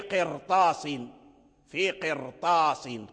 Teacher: كذلك في قرطاس، في قرطاس، قرطاس طاء من حروف الاستعلاء، في قرطاس الراء هنا مفخمة، القاف مرقق، القاف مكسور، والراء ساكن، القاف مكسور والراء ساكنة، والكسر متصل بالراء والراء متصلة بالكسر، والكسر لازمون للكلمة.